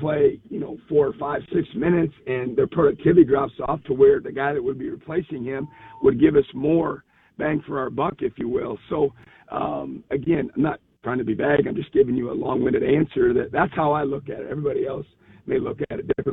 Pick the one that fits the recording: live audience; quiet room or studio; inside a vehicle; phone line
phone line